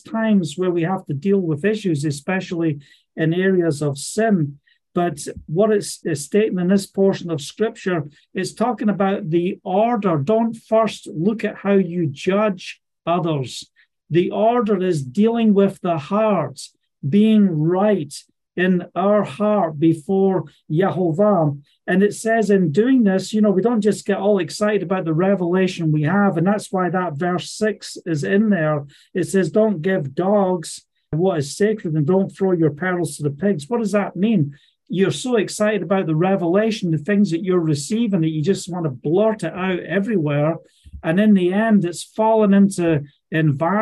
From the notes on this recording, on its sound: Live Zoom Call Message. From Scotland.